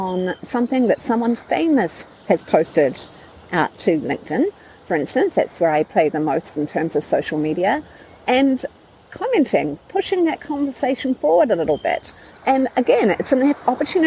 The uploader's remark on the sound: Due partly to audio issues I self-created by recording at Lake Michigan.